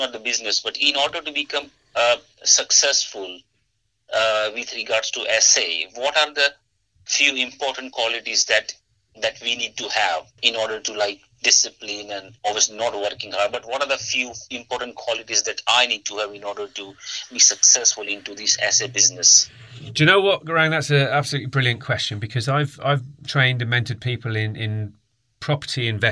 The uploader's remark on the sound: a live mentoring call